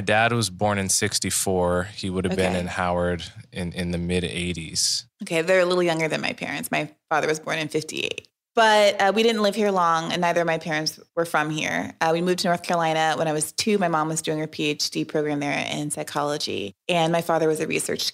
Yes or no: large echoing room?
no